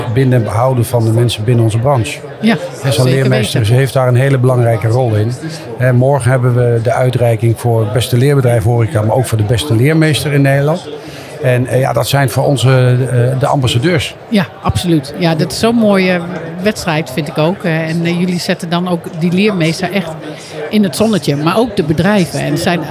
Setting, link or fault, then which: setting, busy venue